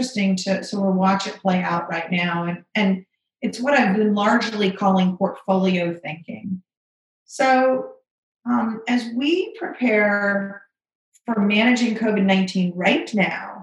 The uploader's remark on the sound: This is a special episode of a webinar